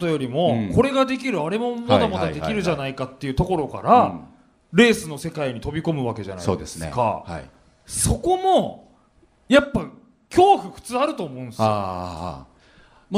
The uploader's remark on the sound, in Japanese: 全国5つの会場で行われたイベント。FM FESTIVAL 2018 未来授業 ぼくらの時代の生存戦略。大分会場で行われた特別公開授業の模様をお届けします。